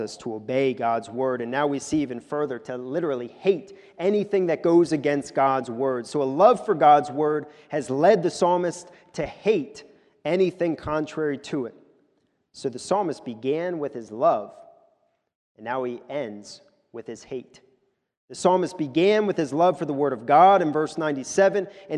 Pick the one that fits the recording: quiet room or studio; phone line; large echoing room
large echoing room